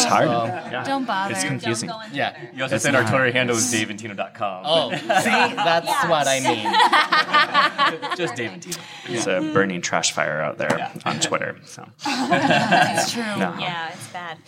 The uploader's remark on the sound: Recorded live from the Brian M. Eckstien Podcast Stage at Q Christian Fellowship's national conference in Chicago, Illinois. This episode was recorded live on January 12, 2019 at the Hyatt Regency in Chicago, Illinois.